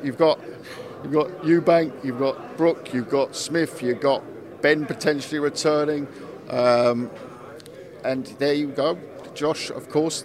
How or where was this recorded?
busy venue